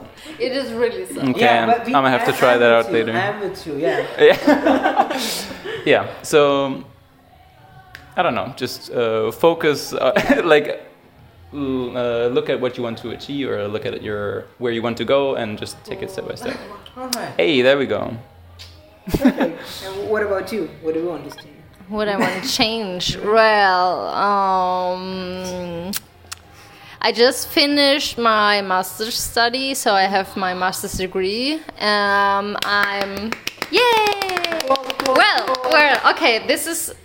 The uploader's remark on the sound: This is the first episode with two guests together - and to surprise, we had a listener as well. Being a bit tipsy and opening up to strangers with loud background music.